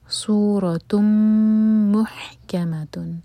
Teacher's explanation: تا کی تنوین کے بعد میم، تو ادغام غنہ کے ساتھ